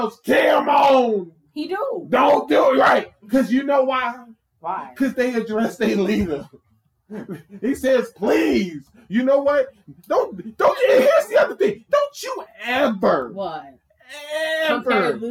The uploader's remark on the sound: Forgive us for the loud fan sound.